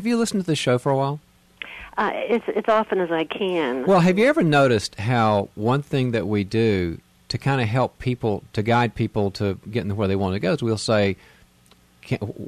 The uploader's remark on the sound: Caller Questions